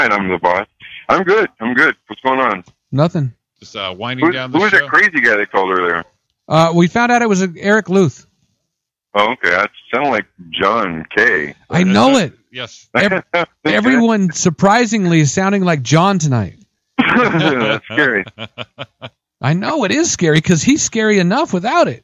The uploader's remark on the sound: Phone Guests. No one in studio, but, the phones are lit up!